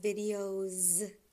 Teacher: It'll be videos with a Z, because it ends in a vowel, which is a voiced sound, a voiced letter.